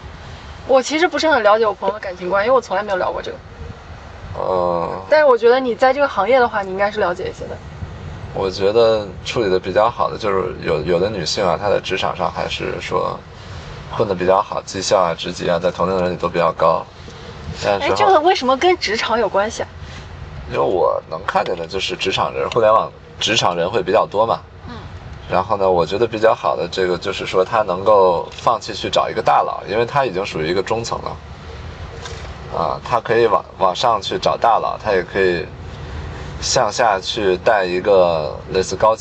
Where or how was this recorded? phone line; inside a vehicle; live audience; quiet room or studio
inside a vehicle